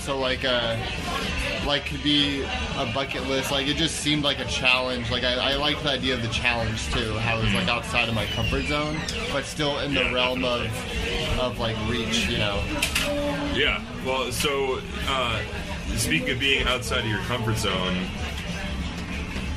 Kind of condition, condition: setting, busy venue